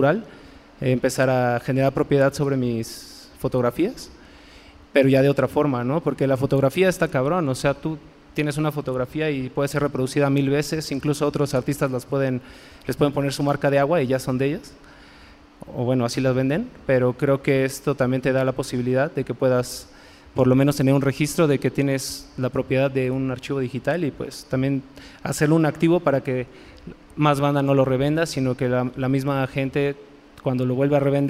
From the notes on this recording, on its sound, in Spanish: Este episodio es un panel que grabamos en el Foro Indie Rocks sobre NFTs.